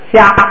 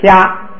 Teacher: 加上后加字之后，应该读的元音长一点 · Shown in: second take · Term: 延长音